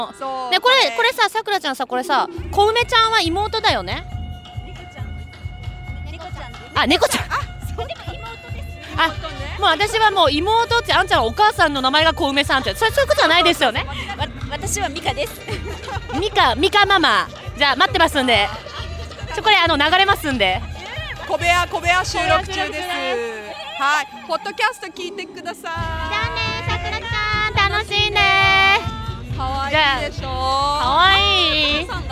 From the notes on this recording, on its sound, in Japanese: 会場で録音を強行。